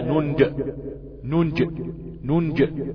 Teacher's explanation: ننجي دي موجودة بحذف الياء وإثبات الكسر تحتها في حالة الوصل، وفي حالة الوقف التسكين المحض. فلما أقول ننجي أقلق الجيم، أقول حقا علينا ننج ننج ننج، نعم، وليس ننجي.